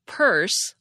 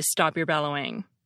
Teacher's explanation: Without getting into too many linguistic details, we do this because it's hard to aspirate certain consonants when they fall at the end of a word. We aspirate the P at the beginning of purse all day long, but we swallow it at the end of stop